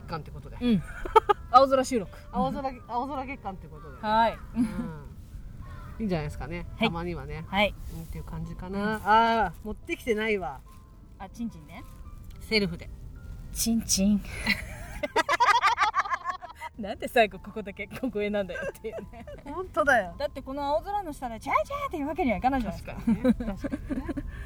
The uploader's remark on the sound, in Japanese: 再会の瞬間とってみました！風の音で音質が史上最強に悪くて本当に申し訳ないです。